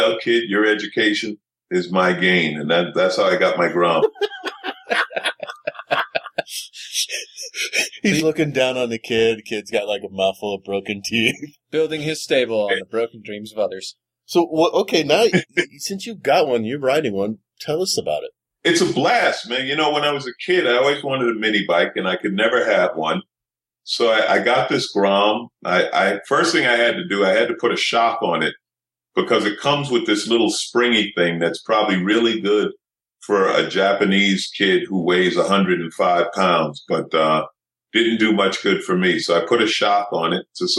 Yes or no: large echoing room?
no